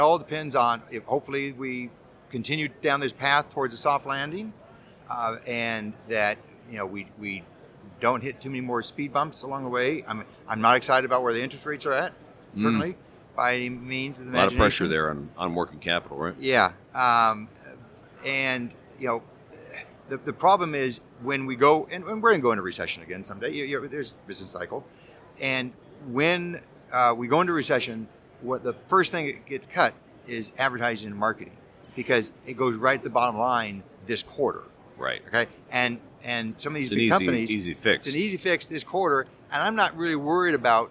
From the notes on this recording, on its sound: Recorded live at the Printing United Expo.